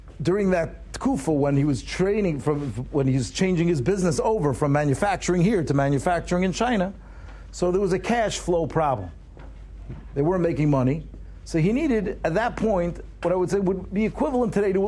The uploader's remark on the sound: Shiur recorded in Yeshivas Ohr Reuven, Monsey, NY.